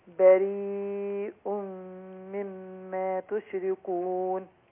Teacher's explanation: أربع حركات مد متصل